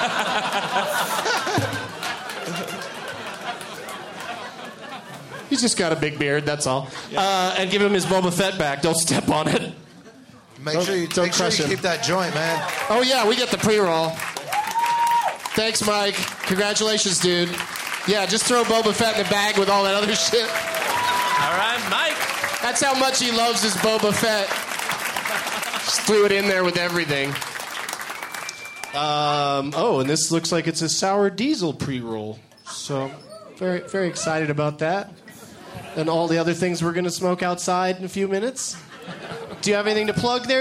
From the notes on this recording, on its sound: Recorded at Comedy Works in Denver, CO